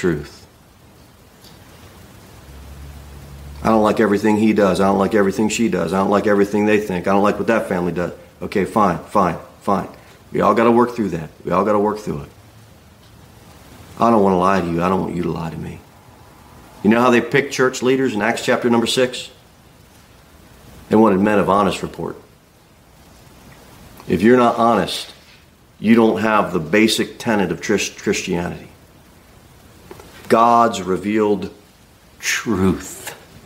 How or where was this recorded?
large echoing room